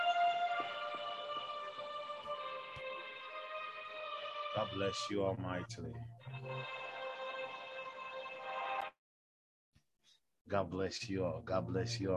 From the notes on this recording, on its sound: Zoom meeting.